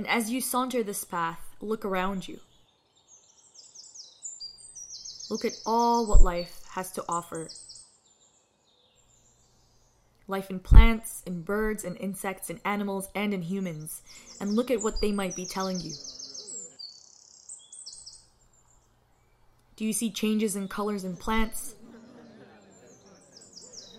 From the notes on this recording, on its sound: A Sound Walk Around McGill Campus. Takes you on a sound walk throughout McGill campus starting from the Roddick Gates.